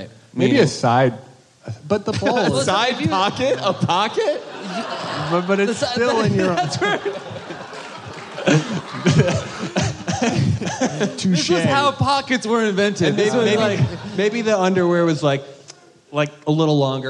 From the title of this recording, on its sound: Live at JFL